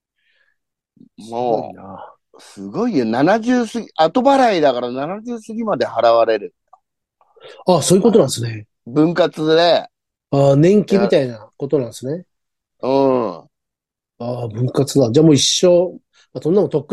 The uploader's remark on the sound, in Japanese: ZOOMで収録